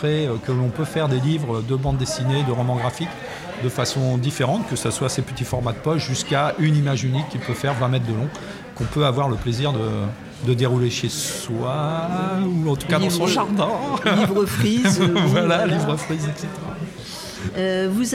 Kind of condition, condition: setting, busy venue